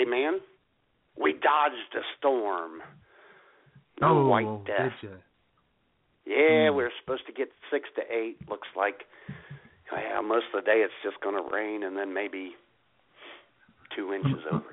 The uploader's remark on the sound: your phone calls